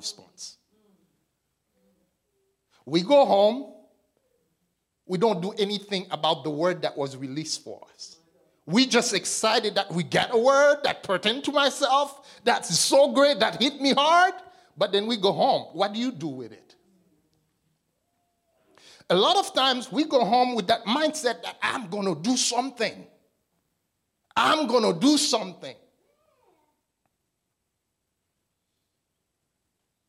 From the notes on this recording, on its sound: This message was delivered and recorded on March 25, 2023 at the Transformation and Equipping Center - 244 Liberty Street Brockton, MA 02301